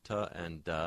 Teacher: For ta and da, which in Quebecois, in French, is dentalized, it's on the back of the teeth, it feels quite close to the place where tha and the would be.